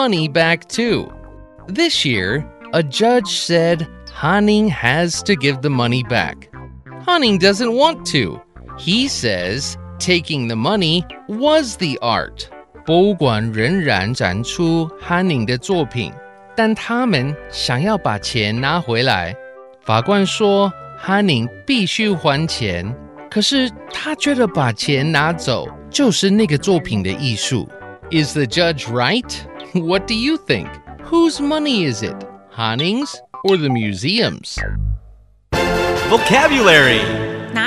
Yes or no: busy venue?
no